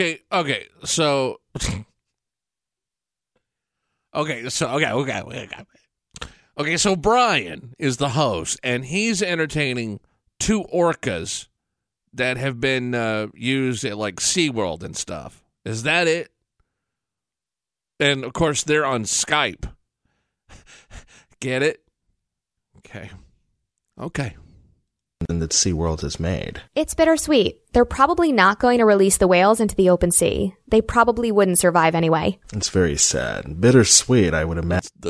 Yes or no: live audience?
no